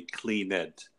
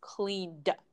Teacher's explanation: You're not adding another syllable. You're just adding the D sound. · Shown in: second take